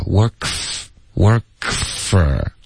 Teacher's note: work 跟 for 我们就直接连着发